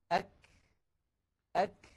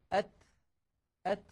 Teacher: الشدة والهمس في الكاف والتاء في زمنين متتاليين خلف بعضهما مباشرة وليس في زمن واحد، لأنه يستحيل على الإنسان أن يأتي بانحباس الصوت وجريان النفس في الزمن نفسه، وإنما هما خلف بعضهما هكذا أك أك.